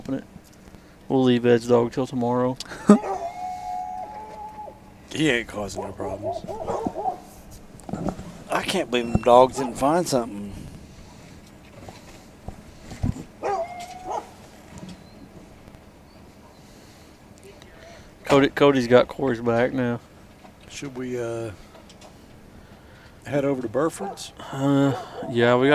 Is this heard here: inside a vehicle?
yes